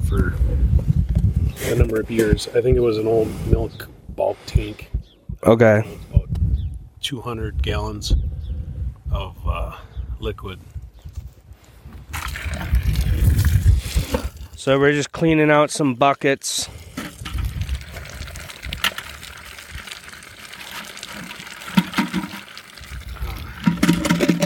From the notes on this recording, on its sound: Maple syrup field recording.